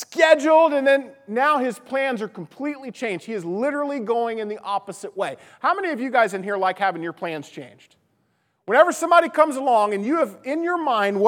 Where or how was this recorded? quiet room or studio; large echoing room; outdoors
large echoing room